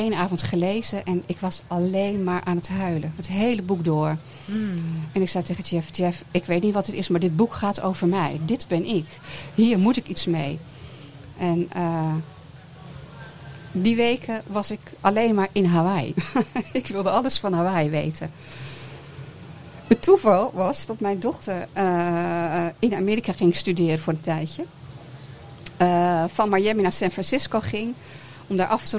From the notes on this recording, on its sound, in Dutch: De aflevering van #odeaandemagie is live opgenomen op Kampeerterrein de Lievelinge in Vuren tijdens het festival ZIN. Open podium.